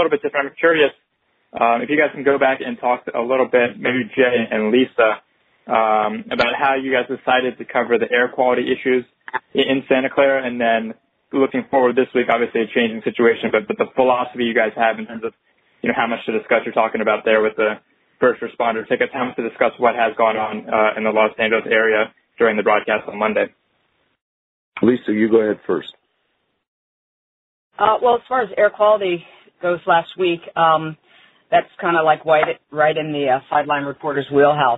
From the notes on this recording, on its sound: MNF Conference Call.